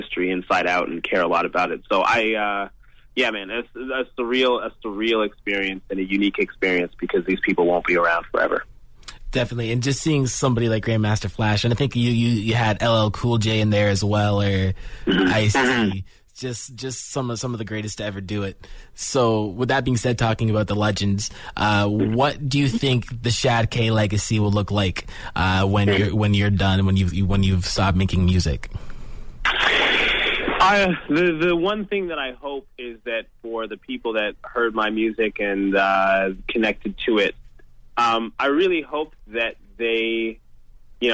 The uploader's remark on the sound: called into our weekly radio show in London